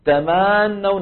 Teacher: تمنون الفتحة تبع تما الميم زادت حتى كادت أن تكون ألفا · Term: التمطيط